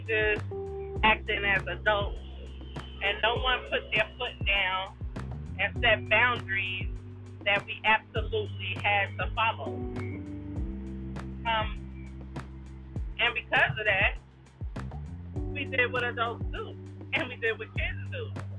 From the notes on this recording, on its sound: While sitting my in my car.